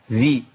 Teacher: الذال المكسورة بتشترك في مخرج الذال والياء